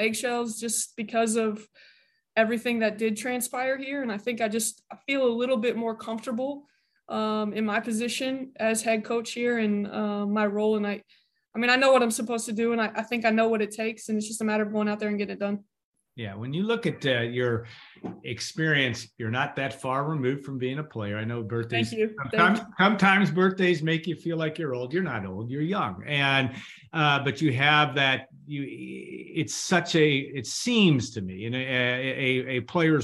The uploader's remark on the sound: Birthday Zoom